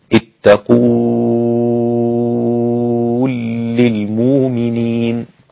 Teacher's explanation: فإذا أدغم اللام في اللام أصبحت لاما واحدة مشددة وقبلها حرف واو حرف مدي، يبقى حمد 6 حركات على أصل حكم المد اللازم. · Term: الإدغام الكبير